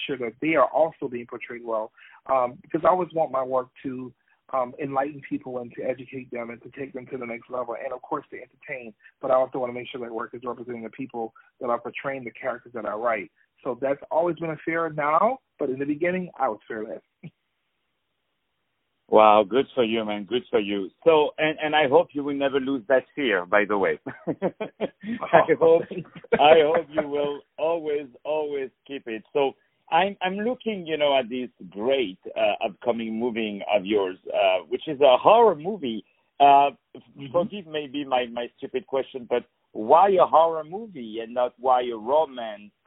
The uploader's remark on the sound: On the phone